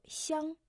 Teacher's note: иероглиф «сянг» произносится в первом тоне, означает «аромат», «ароматный».